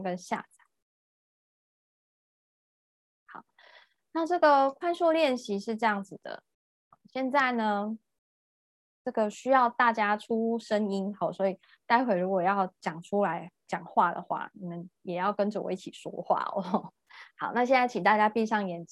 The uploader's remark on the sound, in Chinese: 聊聊好心芹ZOOM線上公益講座。